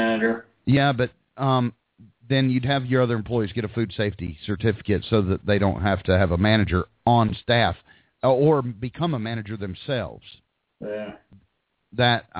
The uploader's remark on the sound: We take live hot dog vendor and street food vendor callers